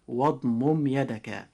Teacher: أما الصحيح فهو إظهار الميم شفويا